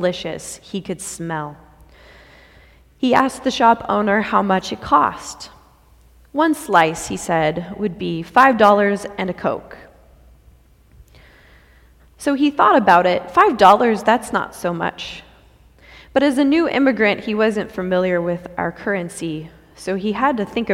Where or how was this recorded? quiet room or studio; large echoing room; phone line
large echoing room